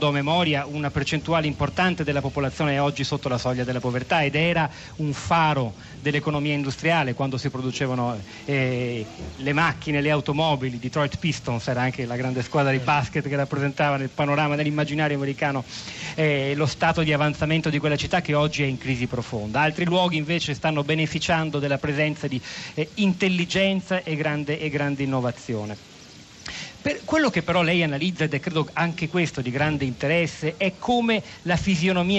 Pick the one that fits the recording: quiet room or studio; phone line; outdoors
outdoors